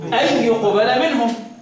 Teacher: ما تنساش ترك الغنة لخلف